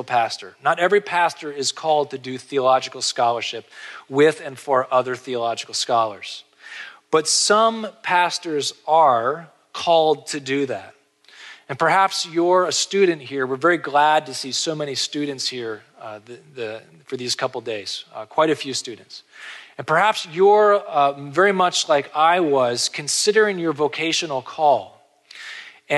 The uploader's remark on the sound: This episode features a conference lecture